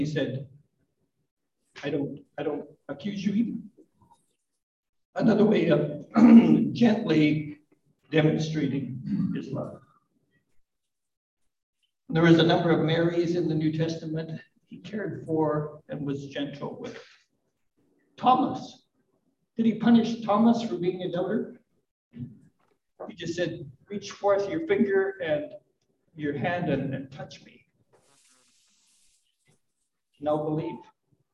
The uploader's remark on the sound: A live service - the sound quality is still a work in progress